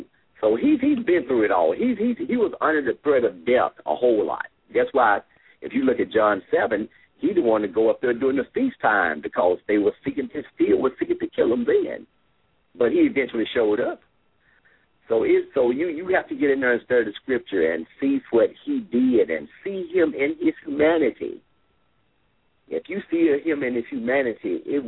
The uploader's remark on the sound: LML uses a progressive live call in format.